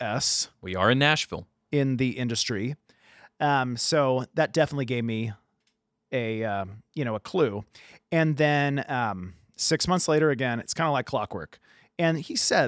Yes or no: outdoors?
no